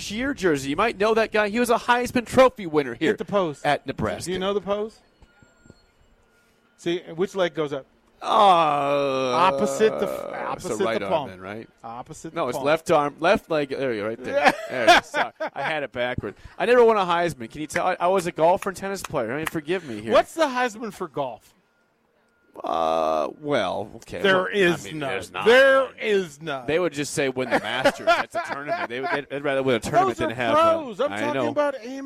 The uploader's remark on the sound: Nebraska Football Talk Live from Barry's